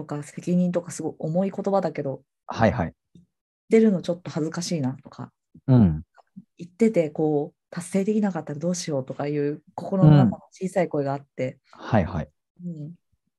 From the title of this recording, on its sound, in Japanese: zoom対話の音声を初公開！